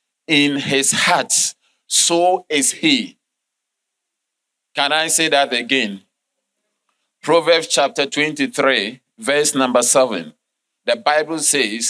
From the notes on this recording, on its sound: Sermon delivered on Sunday, April 2, 2023, at LCI Mega-Church in Cape Town, South Africa.